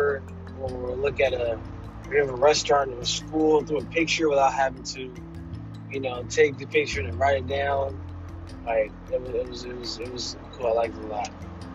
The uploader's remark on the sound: Btw I was in my car.